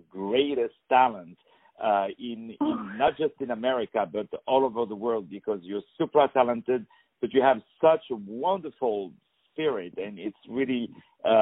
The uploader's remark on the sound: On the phone